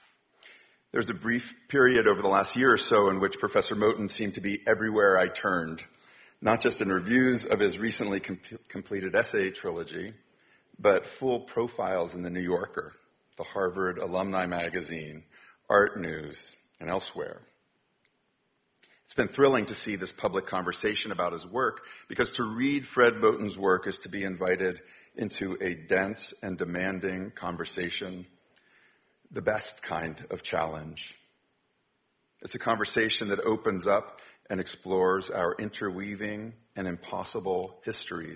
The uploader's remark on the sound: Recorded: October 16, 2019 6pm in May Hall: McCarthy Auditorium